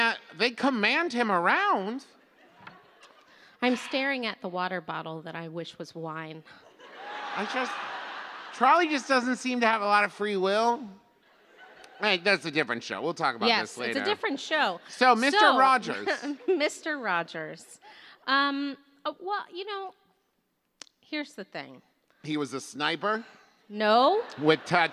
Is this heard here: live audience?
yes